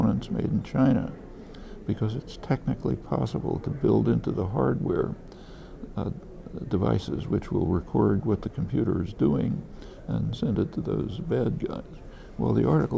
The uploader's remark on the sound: This conversation was recorded backstage at the Left Forum in New York, June 8, 2013.